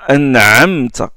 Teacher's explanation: Aïn, c'est une pharyngale fricative sonore